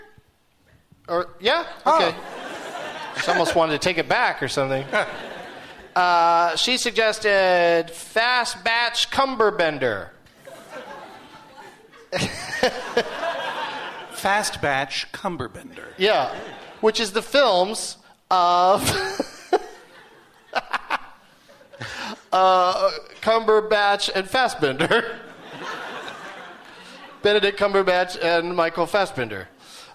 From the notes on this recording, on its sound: Recorded live at the Gramercy Theatre in New York, New York.